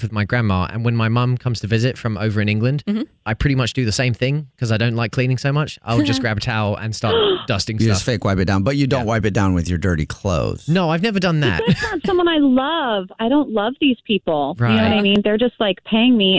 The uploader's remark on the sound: called into The Jubal Show